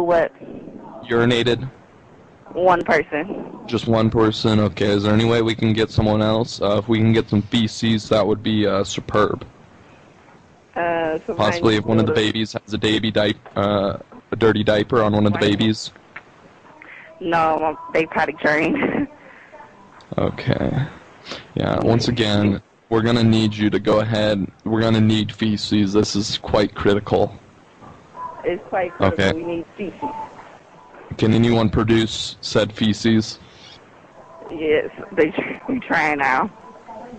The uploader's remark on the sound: Prank Phone Calls